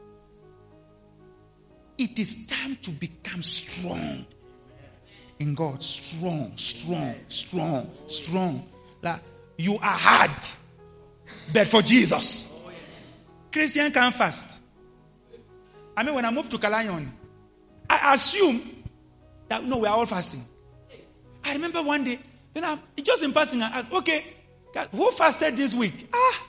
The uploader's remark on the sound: LIVE AT ABC KHALANYONI